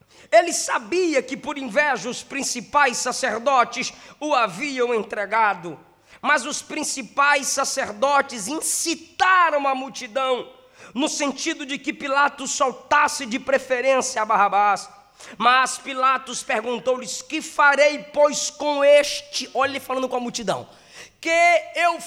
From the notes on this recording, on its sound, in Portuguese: Nesta mensagem gravada em Setembro de 2017 na nossa conferência anual.